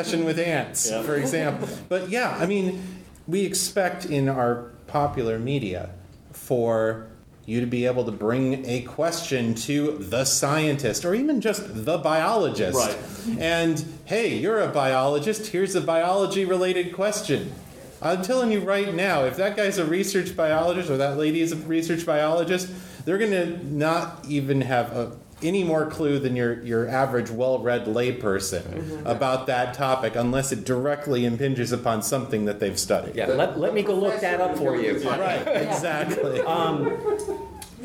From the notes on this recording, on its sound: Recorded at Balticon 51.